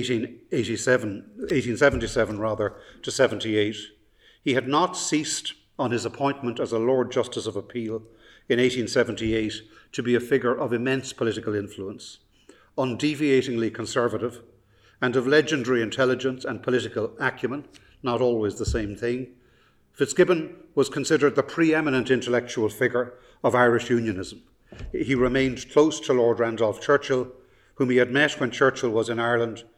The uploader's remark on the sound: The Lecture was delivered from the King's Inns